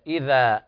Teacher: فالذال تخرج من طرف اللسان مع أطراف الثنايا العليا